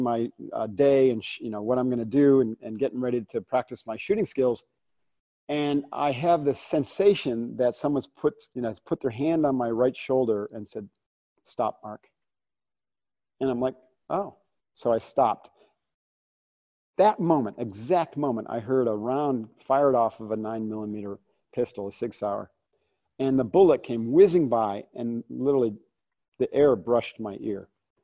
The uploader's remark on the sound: From our Live Zoom chat